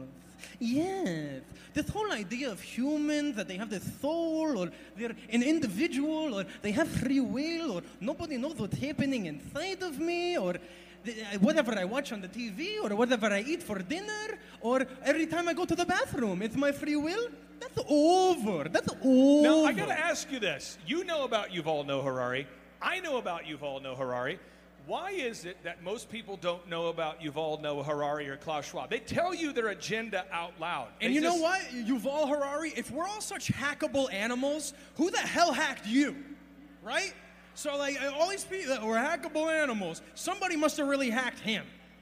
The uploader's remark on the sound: ReAwaken America Tour Special. Here is the segment that I had on stage with him and a cool montage of all the amazing people I met and experience I had in las Vegas at the Reawaken America Tour!